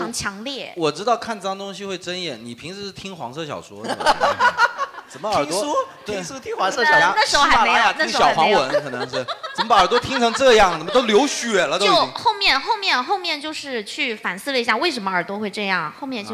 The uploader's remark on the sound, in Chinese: 到场的各位医生们给现场观众问诊